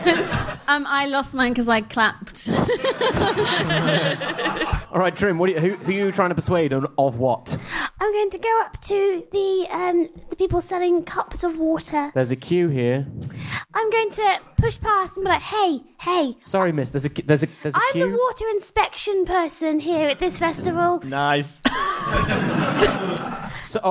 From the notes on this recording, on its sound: Audience suggestions for this episode